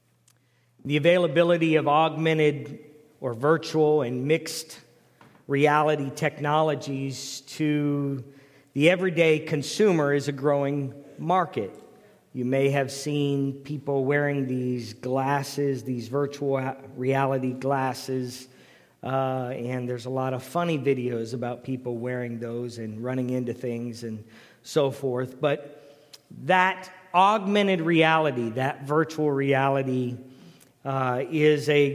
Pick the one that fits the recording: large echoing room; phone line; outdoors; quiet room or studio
large echoing room